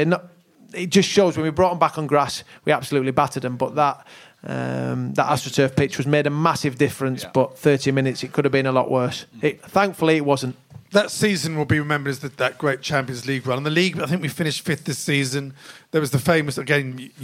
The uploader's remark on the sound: the very special live show recorded at the Albany, Great Portland Street